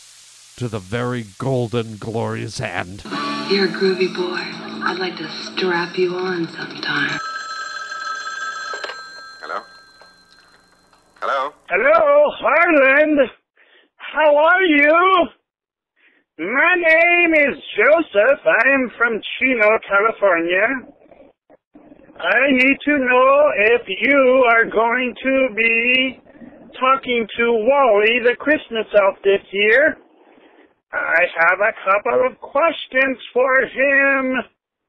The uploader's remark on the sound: talks on the phone with us today